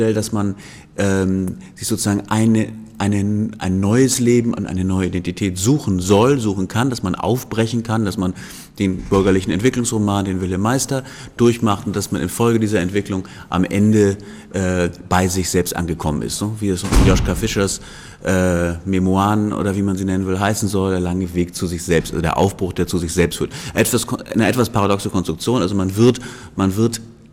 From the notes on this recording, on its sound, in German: Aufgezeichnet auf dem Festival intermedium 2. Am ZKM (Zentrum für Kunst und Medientechnologie) in Karlsruhe veranstaltet wurde.